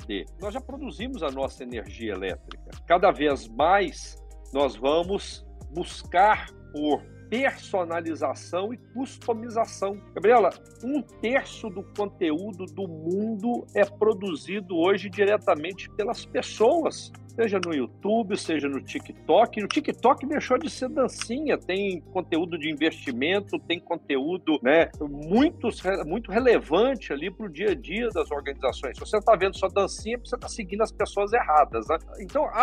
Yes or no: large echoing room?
no